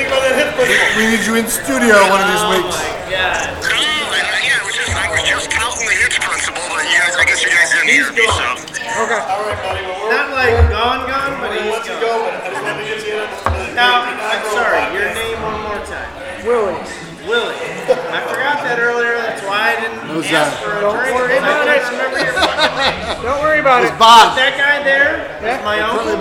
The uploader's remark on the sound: A portion was recorded live after the game from the Cmon Inn in Grayslake IL.